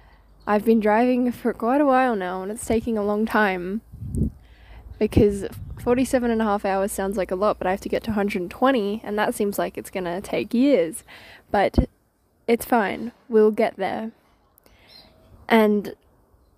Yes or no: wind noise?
yes